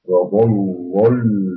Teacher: لمين الأولى مغلظة مفتوحة مشددة والثانية الساكنة مرققة